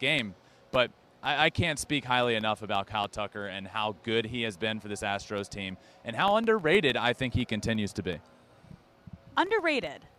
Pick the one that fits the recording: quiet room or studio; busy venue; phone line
busy venue